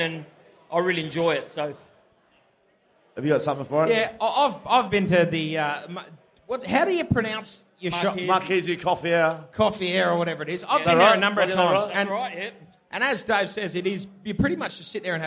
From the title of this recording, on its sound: Movember LIVE Show